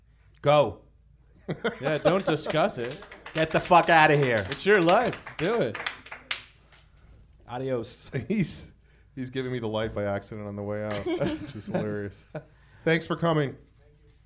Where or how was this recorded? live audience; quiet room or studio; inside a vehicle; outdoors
live audience